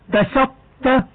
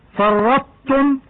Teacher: لكل القراء إدغام الطاء بالتاء مع بقاء صفة الإطباق